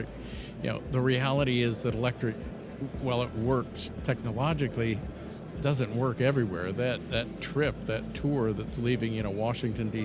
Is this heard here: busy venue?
yes